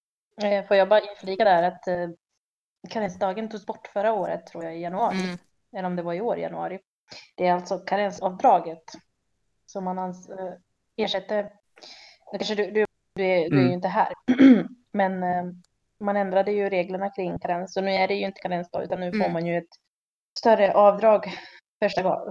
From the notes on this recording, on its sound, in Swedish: Vi hade lite ljudproblem utöver det vanliga denna gången, men kände att ämnet var såpass viktigt att vi publicerar det trots lite skavanker.